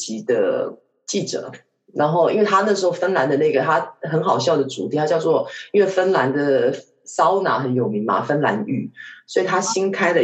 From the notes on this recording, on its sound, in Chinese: 這次使用遠端錄音的方式，所以音質可能沒有之前幾集這麼好。